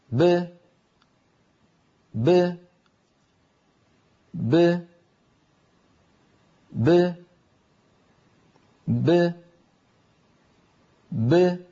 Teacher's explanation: باء ساكنة مقلقلة تخرج بتباعد الشفتين دون تباعد الفكين